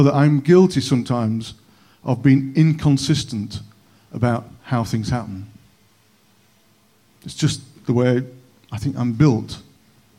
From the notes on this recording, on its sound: On 21st November 2021 at King's Church, Cockermouth. At King's Church, Cockermouth, as an audio file.